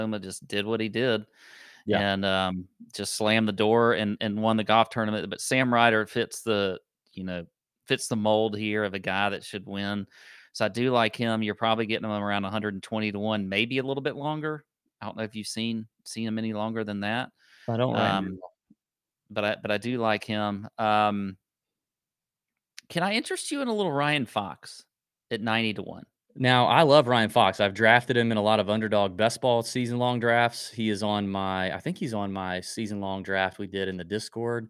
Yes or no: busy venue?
no